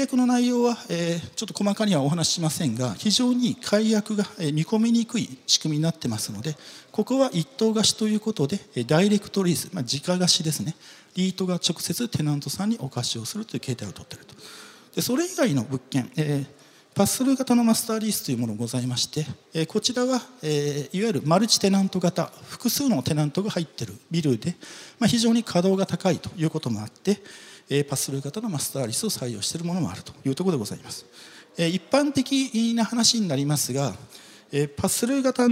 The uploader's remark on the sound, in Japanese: 東京証券取引所で開催した「J-REITファン2017」に登壇した